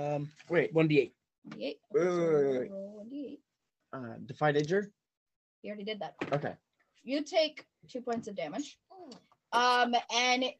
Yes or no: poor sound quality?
yes